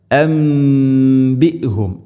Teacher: അംബിഹും സാക്കിന നൂന്നിന് ശേഷം ബാ, നൂന് സാക്കിനയ്ക്ക് ശേഷം ബാ വന്നാൽ നൂനിനെ മീമാക്കി മാറ്റണം. ഇഖ്ലാബ് എന്നാണ് അതിന് പറയുക.